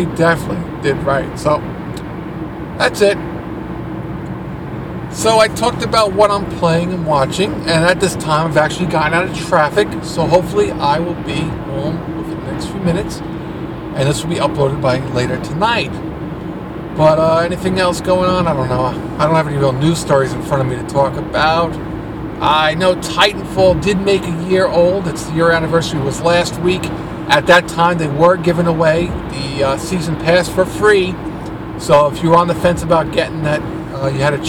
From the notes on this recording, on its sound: Recording In Traffic. Got stuck in some major traffic so decided to try recording while moving at a snails pace.